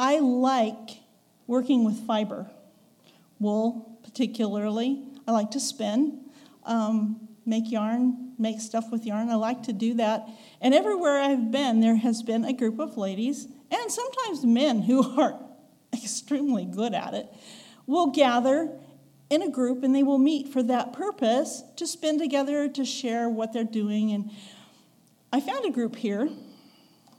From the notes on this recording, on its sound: recorded on November 5, 2022, at the Ringgold Seventh-day Adventist Church.